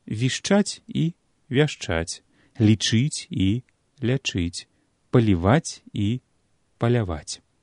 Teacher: пары словаў, якія адрозніваюцца якраз галоснымі і ды а у першым пераднаціскным складзе